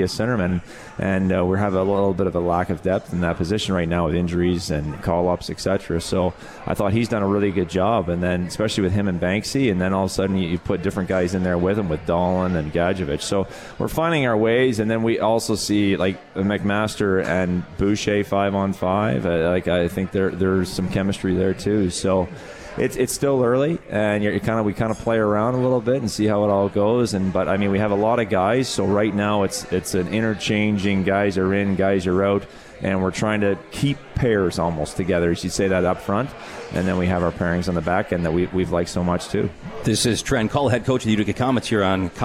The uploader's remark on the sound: Live from the 72 Tavern for Utica Comets #Insider.